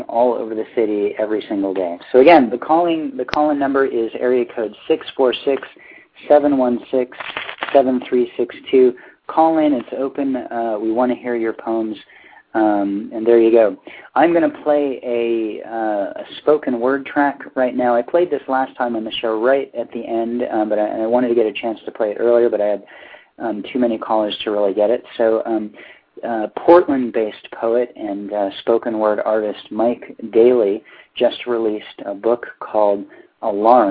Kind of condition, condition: link, phone line